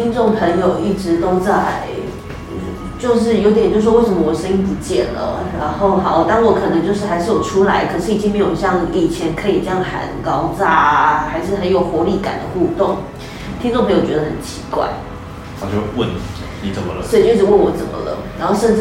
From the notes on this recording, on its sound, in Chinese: 於是我決定開啟我的手機錄音功能，錄下我跟整復師的對話。當然這過程伴隨著我可能按到哪個痛點會該該叫。或許音質不如錄音室一般清晰透亮。